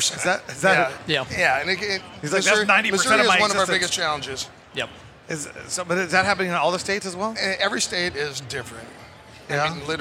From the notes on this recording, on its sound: Recorded at MJBizCon 2023